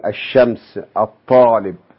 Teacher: ولعل هذا يتضح لدينا في آل الشمسية، أن لام تكتب حقا لكنها لا تنطق